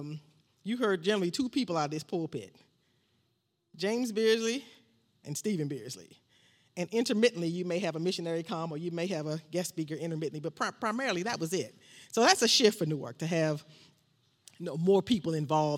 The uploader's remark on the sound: This sermon was recorded live on Sunday, October 10th, 2021 at Newark United Pentecostal Church.